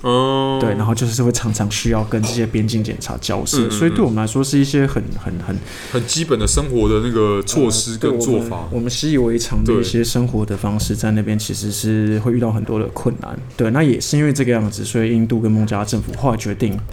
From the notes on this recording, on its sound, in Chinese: 本集白噪音指數：蚊風級 1/5。錄音地點：515 Cafe & Books。